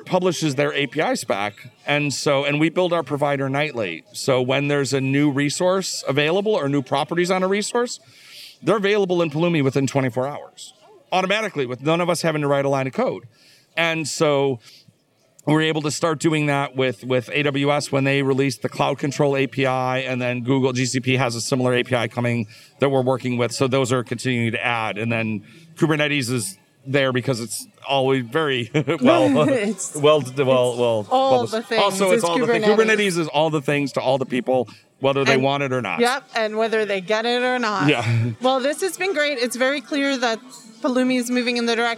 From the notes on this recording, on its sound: Recorded on the floor of KubeCon + CloudNativeCon Europe 2022. Recorded on the floor of KubeCon + CloudNativeCon Europe 2022.